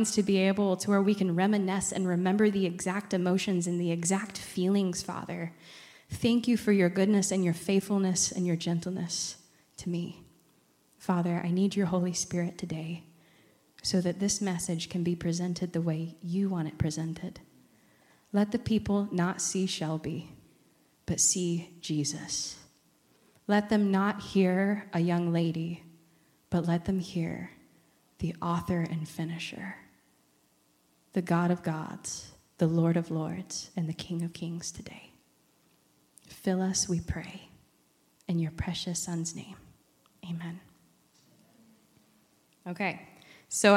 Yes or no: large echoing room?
yes